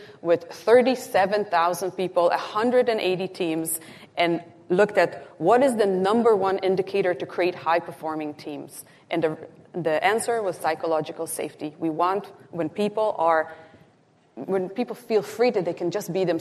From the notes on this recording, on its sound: Live-recorded at the Canadian Real Estate Association’s (CREA) 2023 Leadership Summit. Our very first live recorded episode. Live on stage.